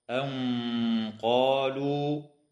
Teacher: إخفاء حقيقي للنون الساكنة عند القاف مع الغنة مفخمة في قوله تعالى أن قالوا